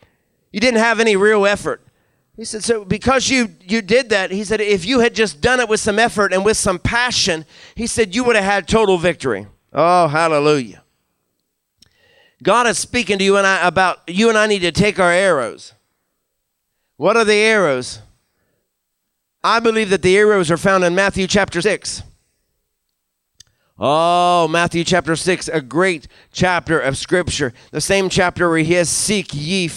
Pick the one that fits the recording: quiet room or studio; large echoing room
large echoing room